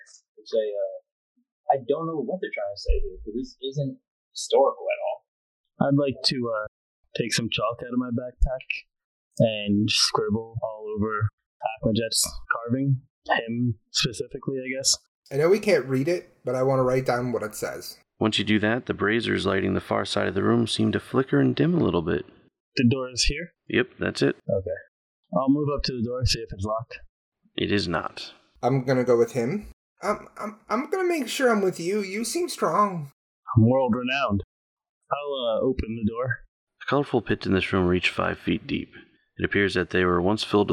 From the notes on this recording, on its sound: Please excuse the quality on this one; we had some recording issues and are in the long process of transcribing and re-recording the lines. It'll be updated piecemeal as we get them in.